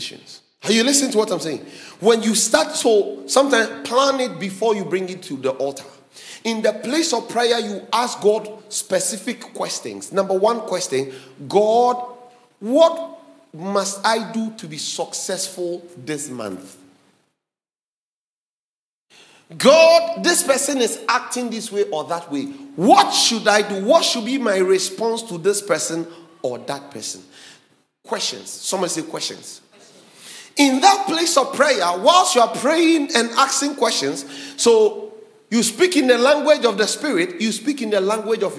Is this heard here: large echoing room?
yes